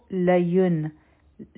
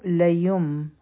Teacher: د نون ساکن نه پس با راغله، دلته به اقلاب کوو · Shown in: second take · دا اصل کې و لین، لیکن دا به اوس مونږ وایو لیم.